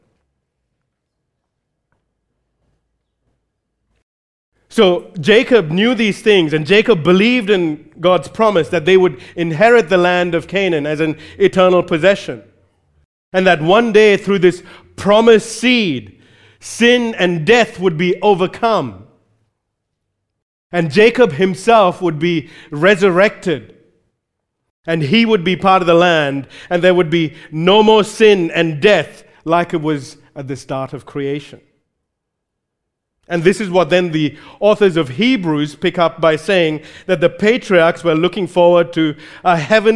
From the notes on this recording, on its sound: recorded live at Grace Community Bible Church